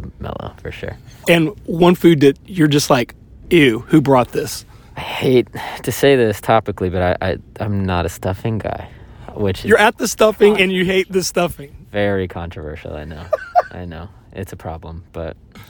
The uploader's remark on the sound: in a van outside the Fox Theatre in Atlanta, GA